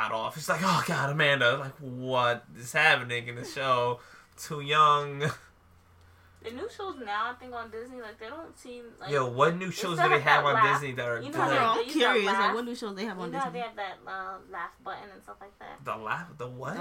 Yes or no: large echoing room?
no